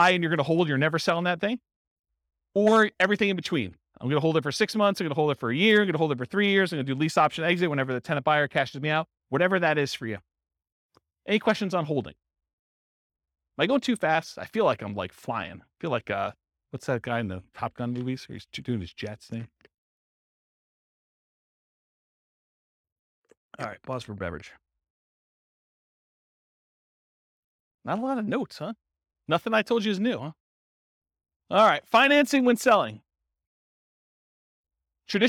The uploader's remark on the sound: This was a live class recorded